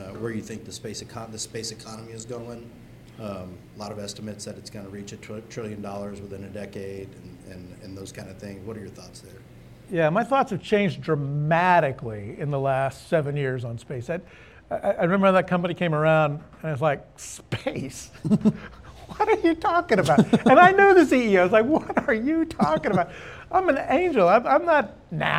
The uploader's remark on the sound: The conversation was recorded for a live Austin Startup Week audience